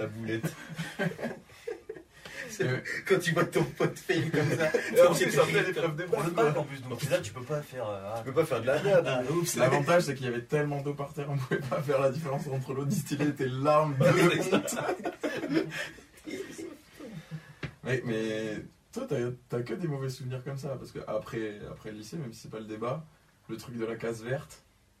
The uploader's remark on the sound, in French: Je n'ai malheureusement pas beaucoup réglé les problèmes de son. A vrai dire vous entendrez que c'est parfois pire, étant donné les enregistrements en plusieurs parties, le changement de matériel...